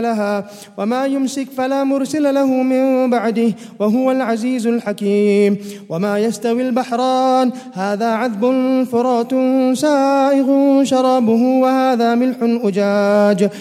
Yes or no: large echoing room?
yes